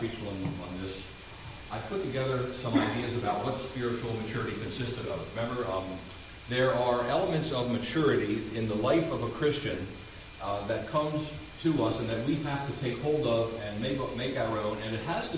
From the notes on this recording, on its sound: Recording volume is low until about the 5:30 mark.